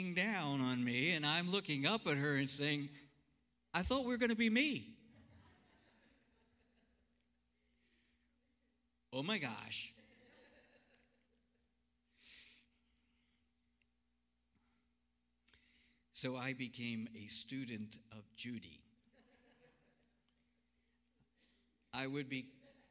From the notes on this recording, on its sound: Cornerstone Fellowship Sunday morning service, streamed live on Oct 25, 2020.